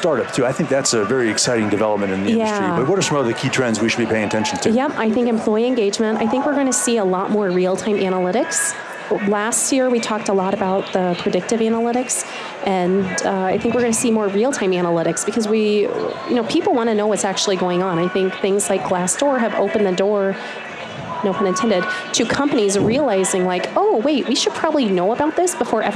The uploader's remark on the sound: LIVE from Las Vegas, at #HRTechConf